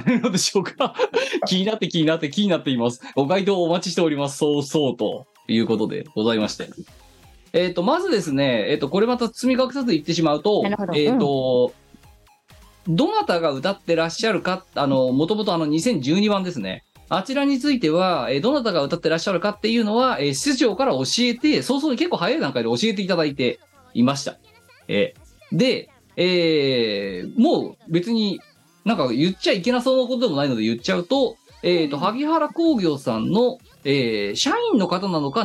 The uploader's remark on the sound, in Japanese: 荷解きをしながらお送りいたします。本番組はリモート収録です。収録時環境の影響により、全体的に聴き取り辛くなっております。途中で色々とノイズ等入りますが、収録時のものです。